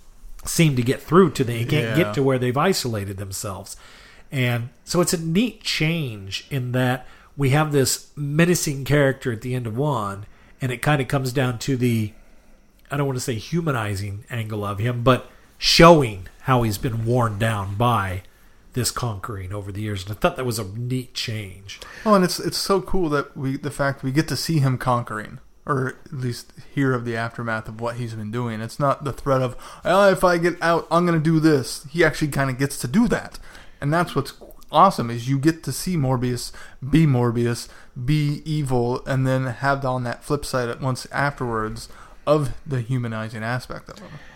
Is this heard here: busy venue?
no